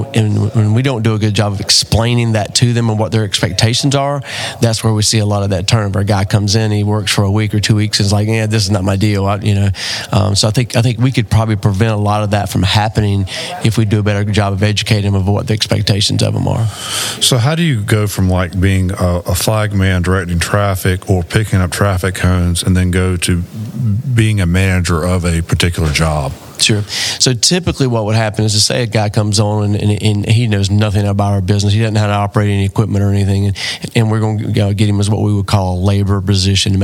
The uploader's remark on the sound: recorded at the 2023 South Carolina Restaurant and Hospitality Association Conference in Greenville, South Carolina